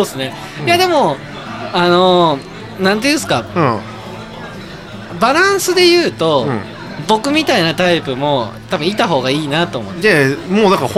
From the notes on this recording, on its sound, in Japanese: 今回は、東海市大田町にある英国パブブービーズにて収録！